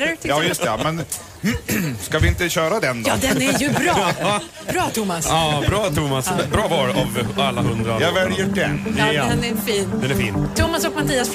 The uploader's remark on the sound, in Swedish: Live från Liseberg